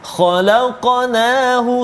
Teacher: Khalaqnahu iaitu qalqalah pada huruf qaf yang bertanda mati, berbaris mati ataupun sukun di tengah kalimah, maka qalqalah dia ialah qalqalah yang kecil saja, sughra